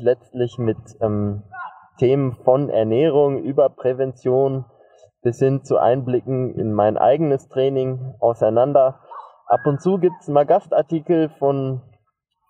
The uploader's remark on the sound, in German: Direkt von der „vordersten Front“ des Dornbirner Leichtathletikstadions gibt’s erstmals live on tape.